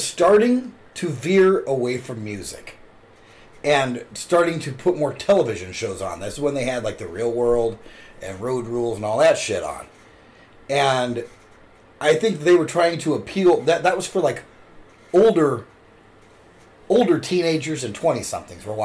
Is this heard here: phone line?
no